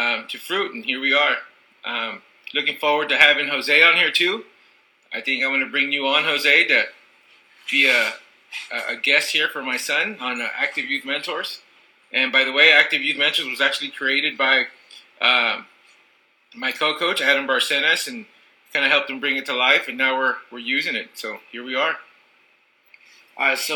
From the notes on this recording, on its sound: sorry for the audio, we are beginners